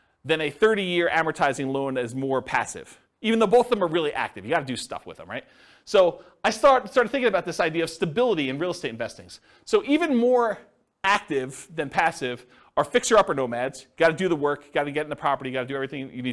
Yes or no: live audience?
yes